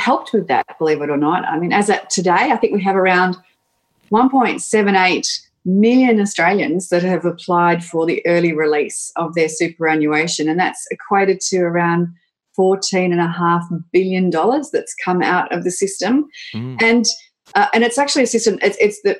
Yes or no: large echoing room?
no